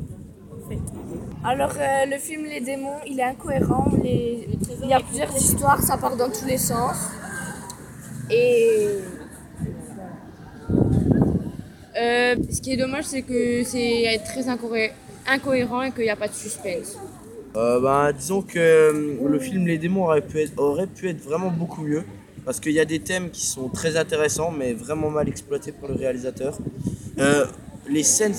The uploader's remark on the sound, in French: En direct de Cannes !